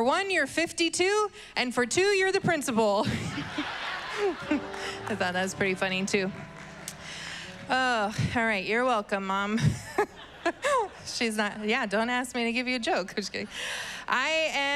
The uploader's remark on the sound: was preached on May 9th at the 11:30AM service